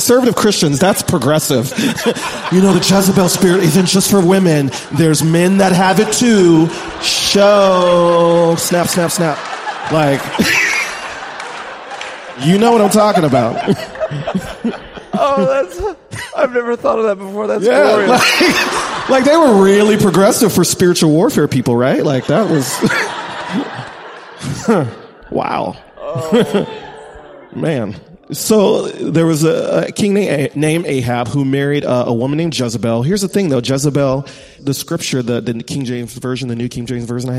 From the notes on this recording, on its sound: This podcast was recorded at The Liturgists Gathering in Austin, TX.